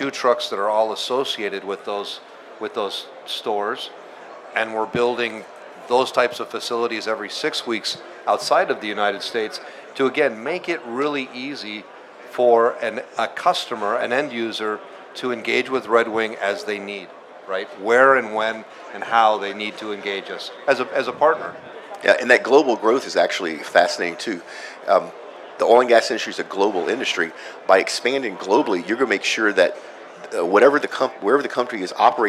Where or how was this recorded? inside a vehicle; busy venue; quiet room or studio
busy venue